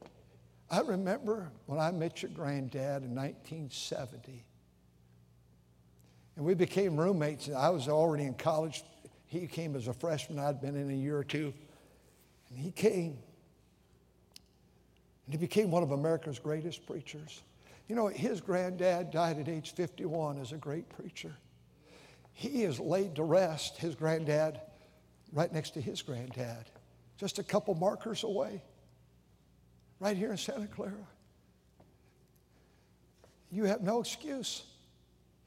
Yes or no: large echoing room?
yes